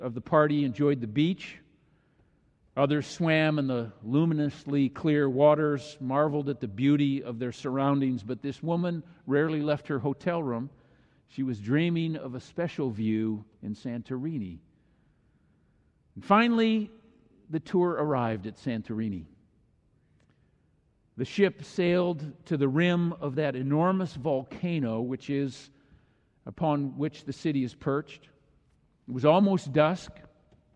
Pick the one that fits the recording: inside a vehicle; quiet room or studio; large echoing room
large echoing room